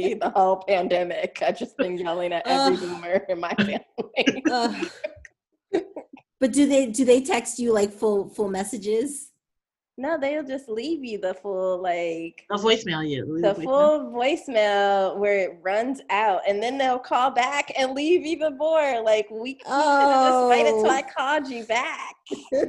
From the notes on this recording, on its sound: Get on Zoom with me.